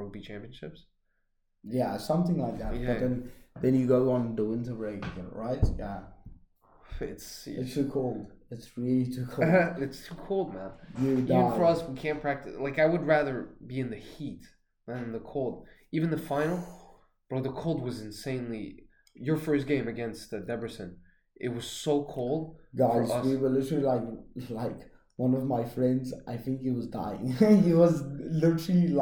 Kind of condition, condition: fault, poor microphone